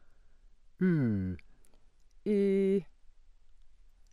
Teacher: Close central rounded, cardinal 18, barred U. U.